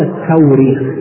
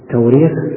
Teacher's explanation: وأما التاريخ فهو تسهيل، والتسهيل موجود في القرآن في الهمز في مواضع كثيرة عند بعض القراء، مثلا يعني معروف قراءة نافع مثلا في التسهيل وعدم القراءة بالهمز في مواضع كثيرة. وأيضا تنطق التوريخ لأن الهمزة تبدل بواو في بعض المواضع